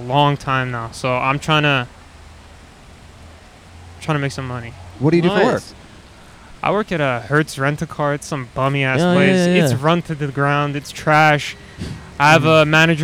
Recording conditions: outdoors